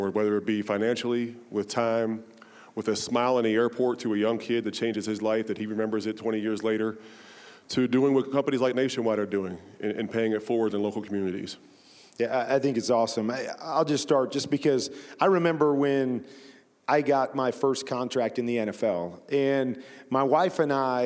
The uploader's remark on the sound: Recorded at the NFL Walter Payton Man of the Year Reception during Super Bowl LII in Minneapolis.